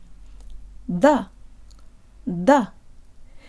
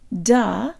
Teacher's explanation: It's the part of your tongue behind the tip that makes contact with the roof of your mouth for the D, and there is vocal cord vibration throughout. · Shown in: first take